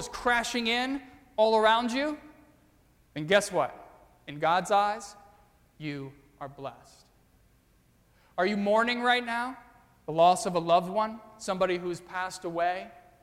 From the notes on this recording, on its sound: during the 9:30 AM service on Sunday January 8, 2017, at First Presbyterian Church of Arlington Heights, Illinois